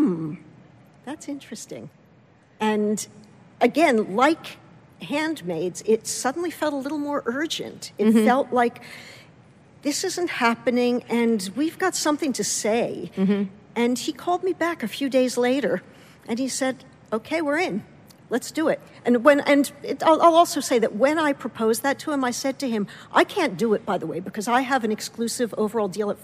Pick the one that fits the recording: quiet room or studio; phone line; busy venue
busy venue